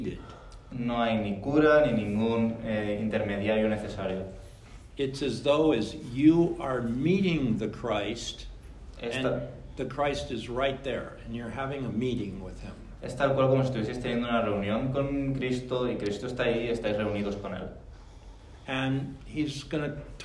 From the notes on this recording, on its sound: VALENCIA LRT. Spoken to a Spanish audience.